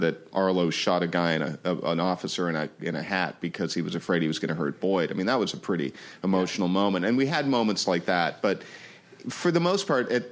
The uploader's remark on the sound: Justified finale panel from ATX Television Festival. Recorded June 6, 2015 at ATX.